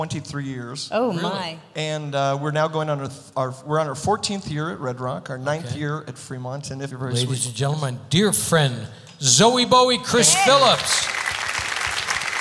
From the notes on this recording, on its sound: Live at the SouthPoint Casino